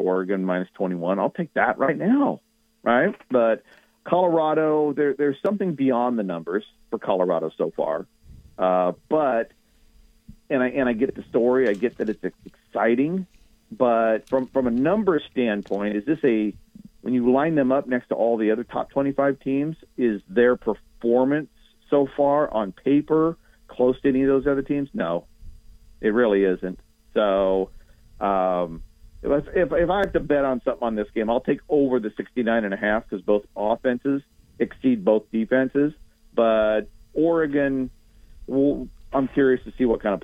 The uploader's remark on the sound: Joins the show on the Farm Bureau guest line talking about the biggest storylines in week 4 of college football live in the BankPlus Studio.